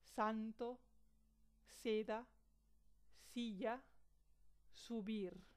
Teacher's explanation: La S siempre es sorda, como en la palabra italiana salto.